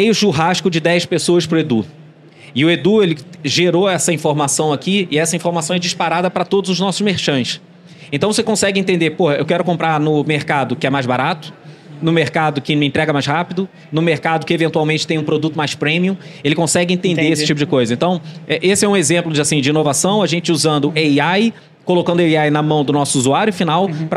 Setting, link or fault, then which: setting, busy venue